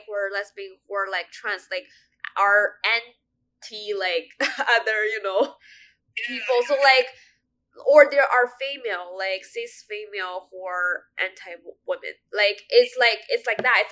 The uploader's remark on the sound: First, I would like to apologize for the bad quality of the sound in this episode. We were experiencing some audio issues while recording it. I tried my best to edit the audio to make it sound better.